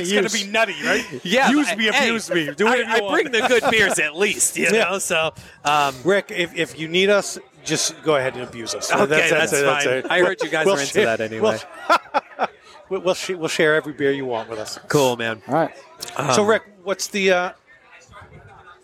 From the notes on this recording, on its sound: taped at the Equilibrium and Friends event at Six West